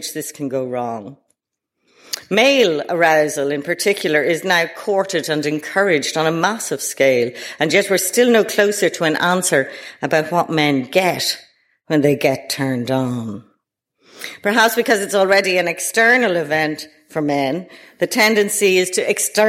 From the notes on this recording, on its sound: delivered at the British Museum